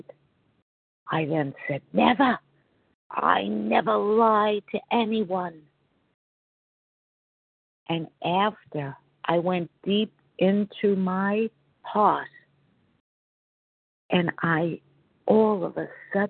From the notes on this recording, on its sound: 100 Pounders Phone Meeting, 2/15/24